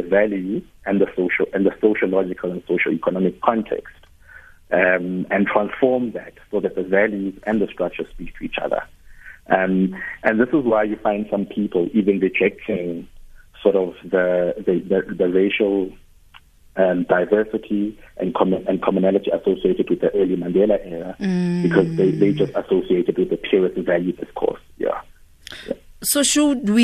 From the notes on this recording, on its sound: Guest (phone)